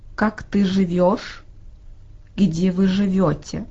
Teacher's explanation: Tässä verbissä on paino päätteellä ja niinpä jeestä tulee jo.